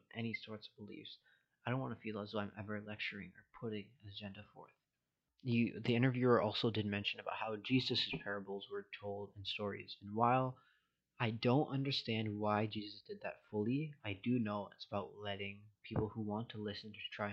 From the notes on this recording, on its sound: Sorry for the mic quality, better one on the way.